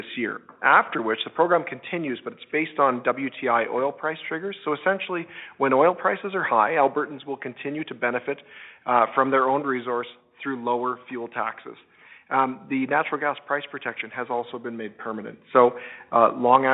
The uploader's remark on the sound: Affordability Telephone Town Hall. Held an interactive telephone town hall.